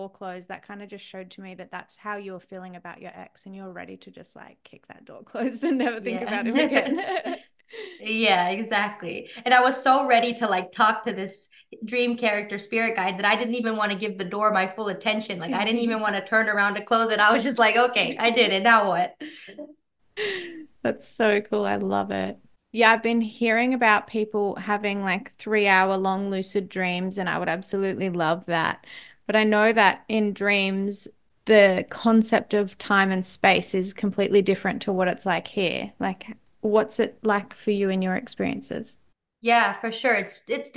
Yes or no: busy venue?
no